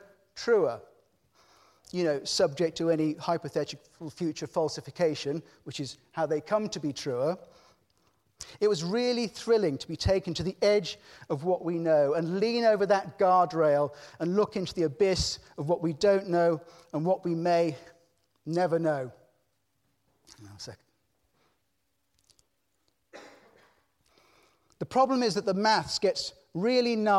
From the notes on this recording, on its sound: The 5x15 Halloween special recorded at Conway Hall on 30th October 2018. 5x15 brings together five outstanding individuals to tell of their lives, passions and inspirations. There are only two rules - no scripts and only 15 minutes each.